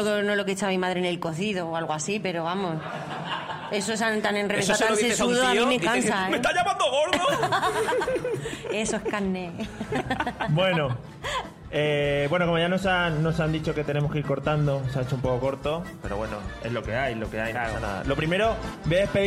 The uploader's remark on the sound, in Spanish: El episodio especial que grabamos en directo en las VII Jornadas de Podcasting. Tenemos que agradecer a Radio Podcastellano por el soporte ofrecido durante la grabación que salió magnífica.